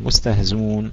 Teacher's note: حذف الهمزة ليس إبدالا لها وإنما حذف حذف كامل مستهزون. والباب الباب ما هو هذا الباب ما كانت الهمزة فيه مضمومة وقبلها كسرة فإنه يحذفها.